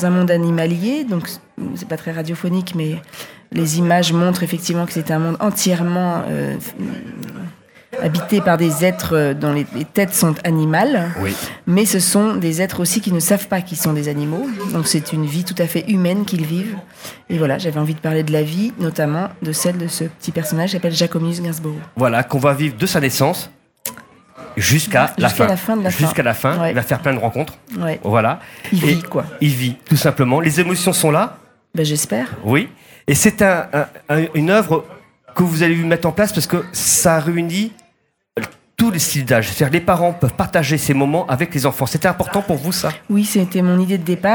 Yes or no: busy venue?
yes